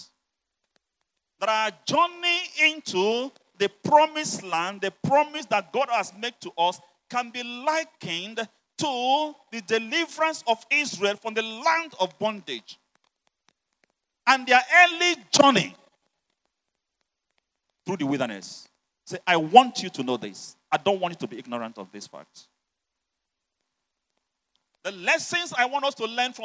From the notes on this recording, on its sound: You're listening to the uncompromising word of God preached at the Overcomers Church World Outreach.